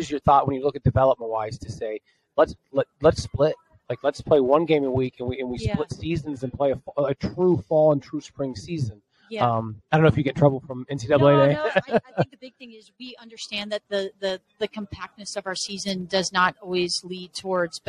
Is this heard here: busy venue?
yes